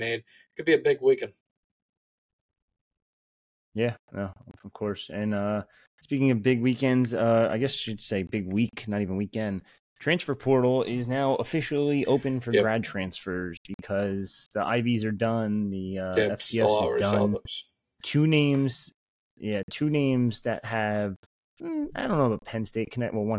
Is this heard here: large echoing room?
no